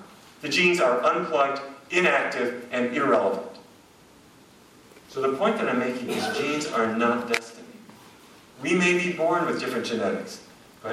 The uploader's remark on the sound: a lecture in Vancouver